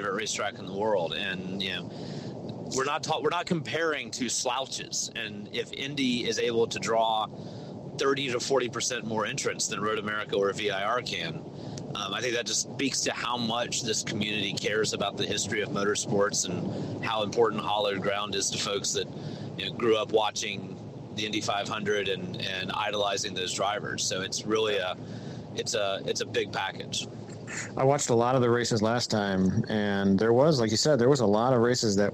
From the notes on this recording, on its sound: Talks about hillclimbs while driving. We've got bad phone connections but we keep trying.